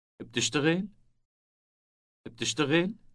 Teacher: بتشتغل بتشتغل. Note that the question is formed by rising intonation only